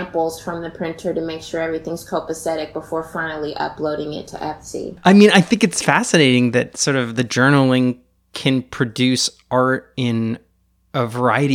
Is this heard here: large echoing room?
no